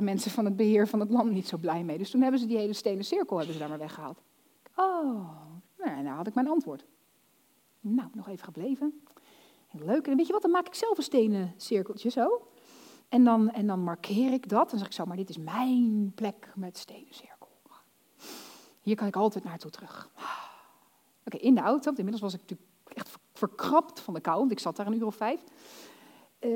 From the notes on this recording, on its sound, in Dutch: Dit fragment is opgenomen tijdens de workshop Succesvol Storytelling op 7 april 2022 in het Figi Theater Zeist.